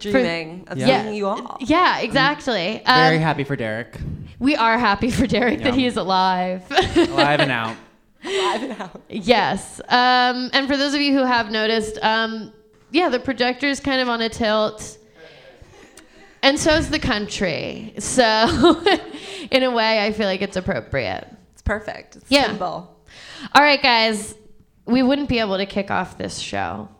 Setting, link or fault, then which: setting, live audience